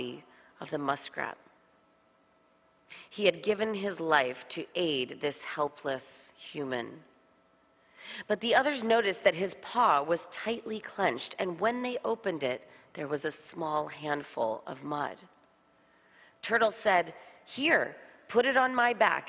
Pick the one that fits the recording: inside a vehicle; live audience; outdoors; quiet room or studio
live audience